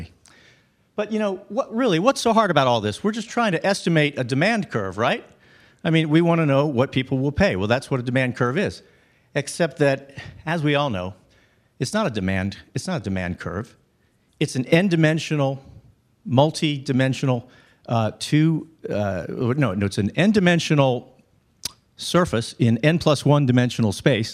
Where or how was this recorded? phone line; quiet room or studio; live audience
live audience